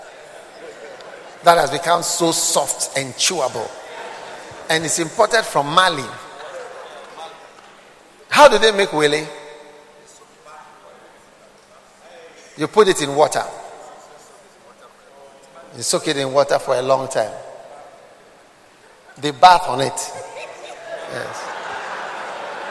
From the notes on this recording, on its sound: Preached at the Art of Shepherding Conference, Accra.